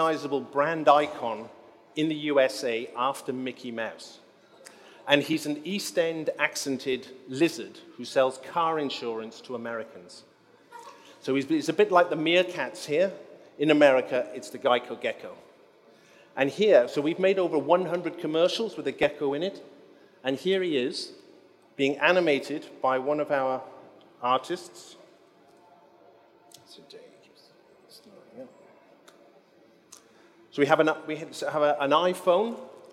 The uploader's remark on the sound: Recorded at New Blood Festival 2019 in London